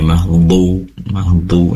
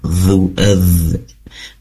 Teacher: salah satu sifatnya dha ini adalah rikhwah yang harus dialirkan suaranya. Mahdhu terdengar, dhu adz, adznya itu ya yang rikhwah itu.